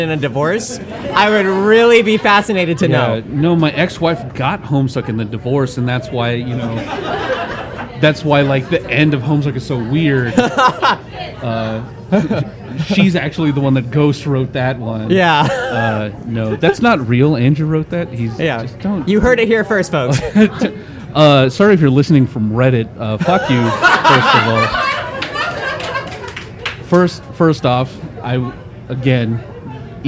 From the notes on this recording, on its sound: Recorded live at the Guildhall Bar in Burbank, California.